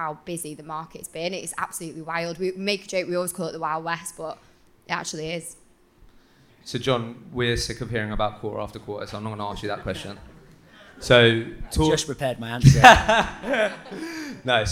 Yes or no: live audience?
yes